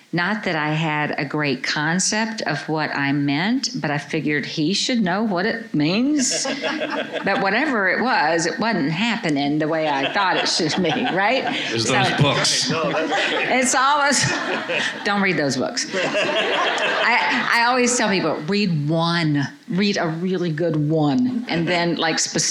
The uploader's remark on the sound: Answer questions from a live audience at the It's Not Me; It's You Marriage Conference hosted by Calvary Church in Muscatine, Iowa.